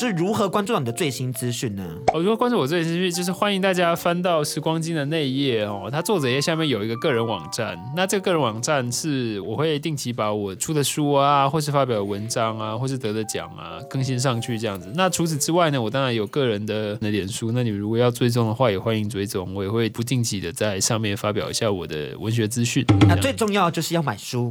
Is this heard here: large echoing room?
no